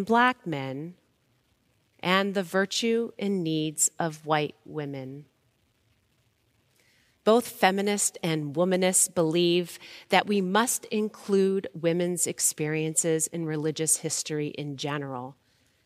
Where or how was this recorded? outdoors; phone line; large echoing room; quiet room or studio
large echoing room